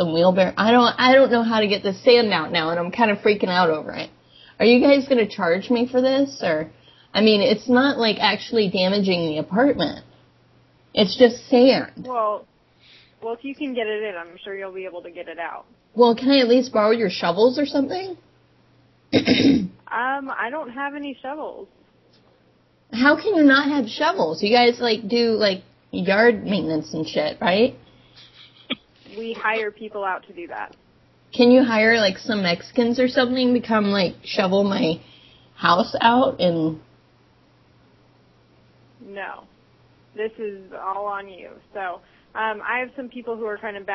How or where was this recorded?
phone line